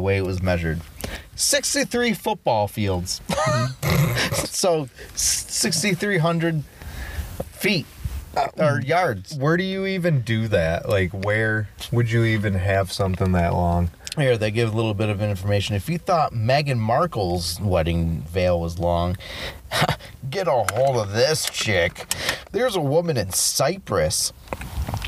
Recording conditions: inside a vehicle